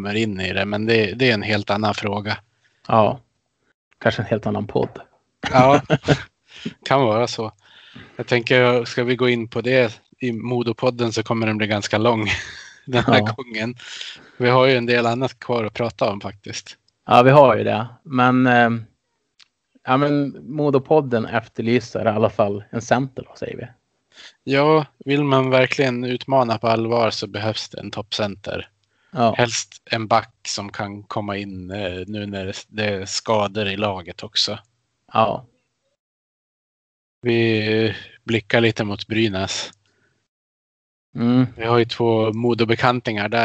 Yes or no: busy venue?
no